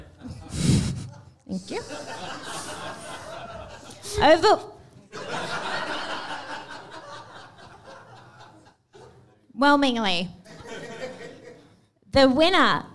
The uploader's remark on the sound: Dude Cinema Awards/Farewell Live Show!